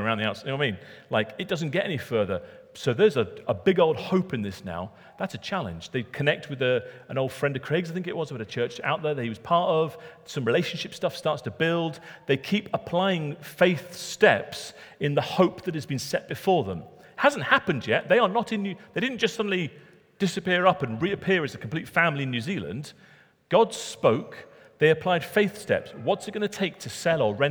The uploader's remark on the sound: Recorded at Middlesbrough Community Church.